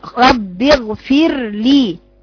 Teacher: افصلي بين مخرج الراء واللام، ووضحي ان هذا الحرف، حرف الراء مكسور رقيق